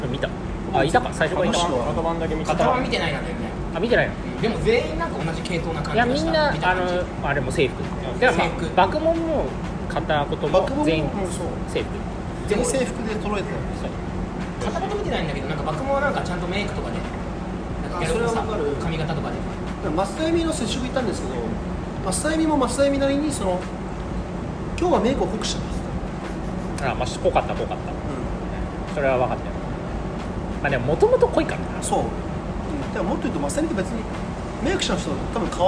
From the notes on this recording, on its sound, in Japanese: 土砂降りのなかで録音したので音悪いです